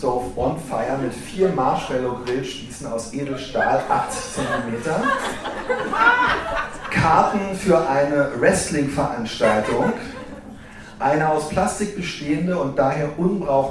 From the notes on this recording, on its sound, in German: Wir feiern hundert Folgen „sexy & bodenständig“ mit der Live-Aufnahme unseres Jubiläums-Podcasts in der Lettrétage in Berlin-Mitte.